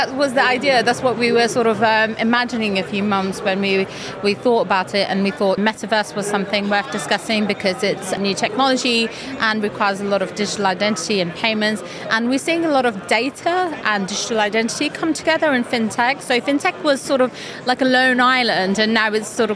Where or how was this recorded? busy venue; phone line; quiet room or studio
busy venue